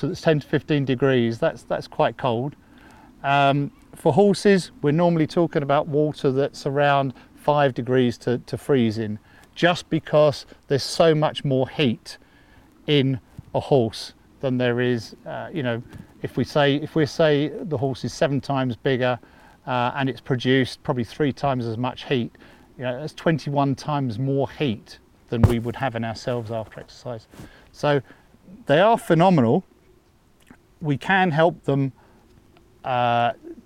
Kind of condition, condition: setting, outdoors